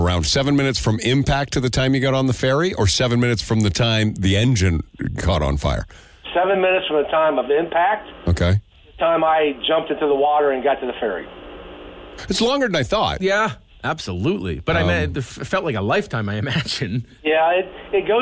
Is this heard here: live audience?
no